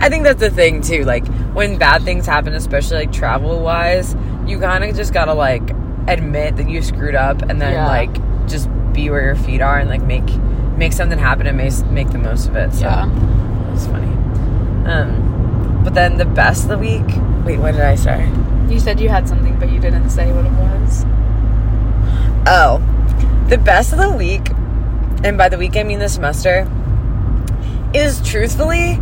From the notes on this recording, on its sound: are in the car